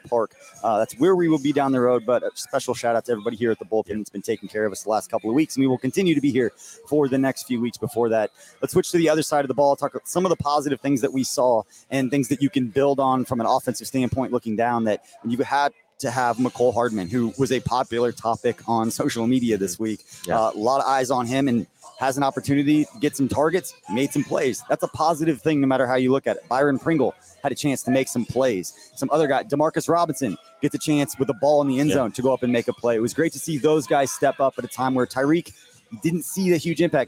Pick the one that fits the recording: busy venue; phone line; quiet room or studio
busy venue